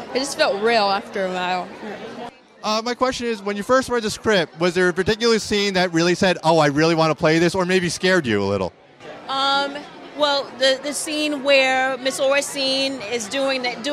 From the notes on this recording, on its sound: invited onto the 2022 Santa Barbara Film Festival red carpet to interview filmmakers